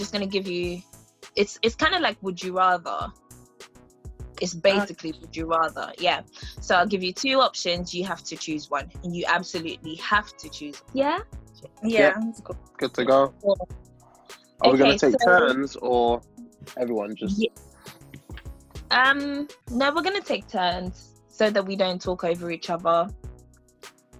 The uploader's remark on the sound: The quarantine limits which meant that we had to record via zoom, so please accept my apologies for the quality of the episode.